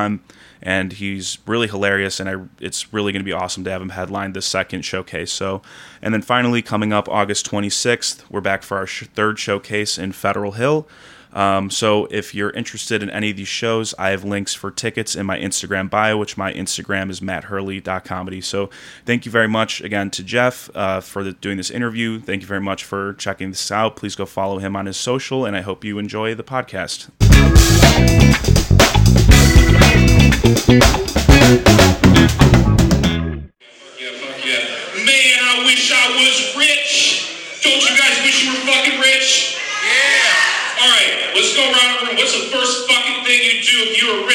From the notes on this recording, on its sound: recorded following the comedy open mic at Fells Point Tavern July 26th, 2022.